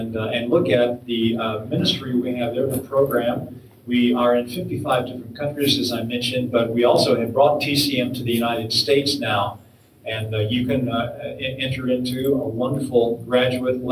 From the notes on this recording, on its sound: This audio was taken from TCM International Institute 's fourth track session at last year's National Disciple Making Forum. This audio was taken from TCM International Institute 's fourth track session at last year's National Disciple Making Forum.